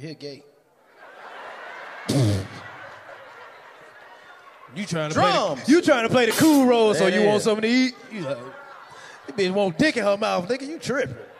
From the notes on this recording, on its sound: LIVE from Phoenix. Live from the Orpheum Theater in Arizona!